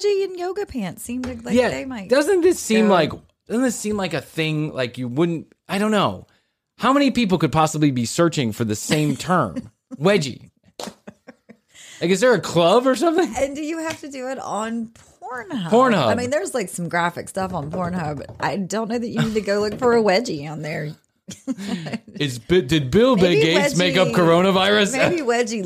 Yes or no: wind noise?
no